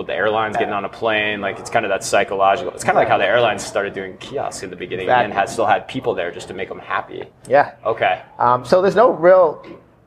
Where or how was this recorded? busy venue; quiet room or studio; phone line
busy venue